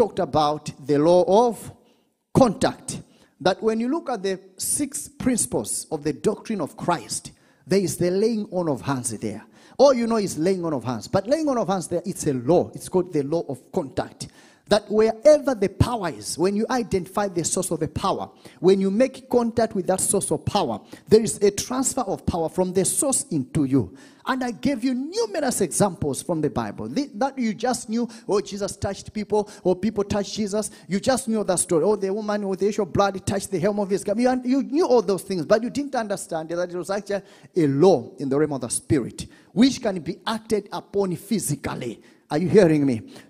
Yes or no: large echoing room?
yes